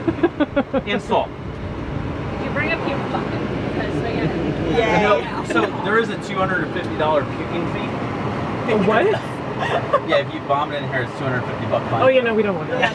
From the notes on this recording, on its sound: recording while skydiving!